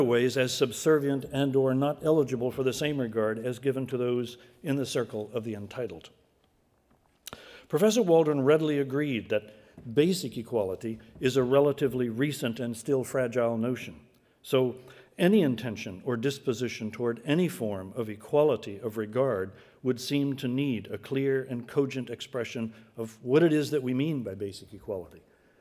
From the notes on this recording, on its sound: Recorded on 5 February 2015 at the University of Edinburgh's Playfair Library